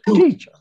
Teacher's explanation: The second syllable is swallowed. And so you don't hear it at all. So it's almost teacher. · Term: stressed syllable